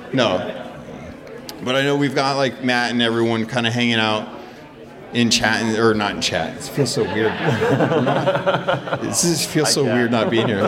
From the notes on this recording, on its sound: This is the live recording from the Sea of Thieves Fest in the UK. The audio will have a lot of background chatter as we were in a large hall with lots of folks buying and selling props and art.